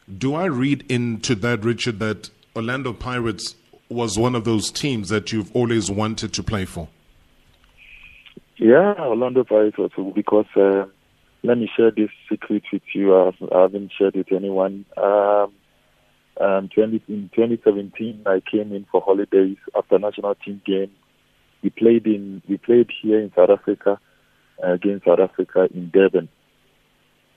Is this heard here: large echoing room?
no